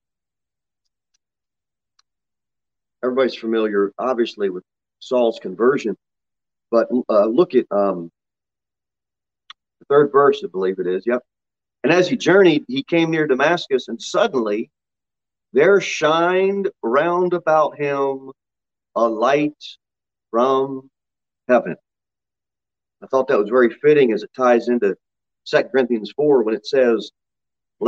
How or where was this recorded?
large echoing room